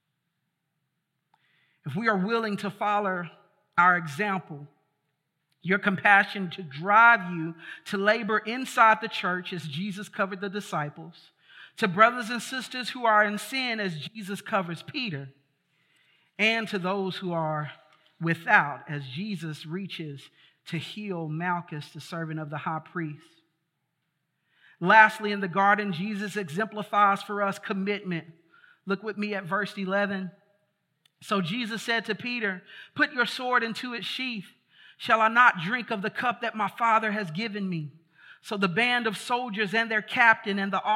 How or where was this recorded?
large echoing room